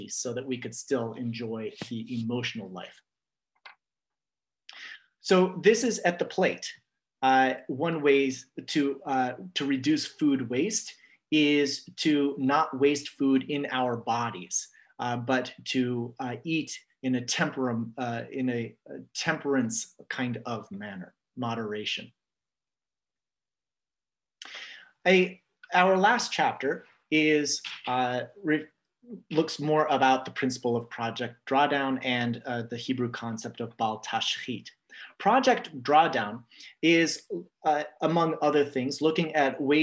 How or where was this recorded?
video call